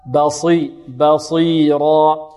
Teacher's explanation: لابد من استعلاء الصاد ومن تفخيمها ومن إطباقها